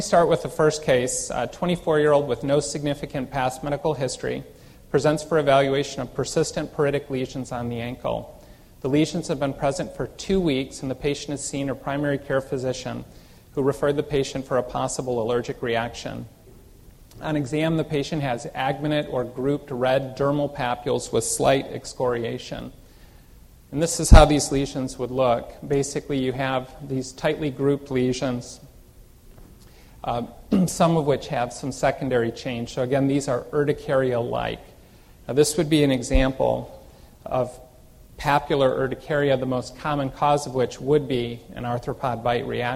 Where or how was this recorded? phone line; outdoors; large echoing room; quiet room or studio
large echoing room